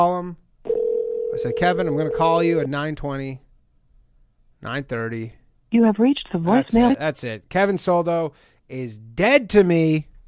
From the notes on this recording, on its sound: The bad advice question/call in show.